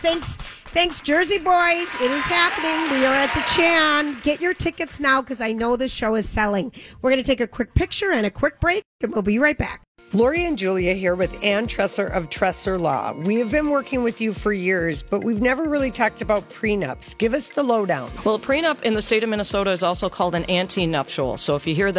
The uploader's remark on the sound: live form Chanhassen Dinner Theatres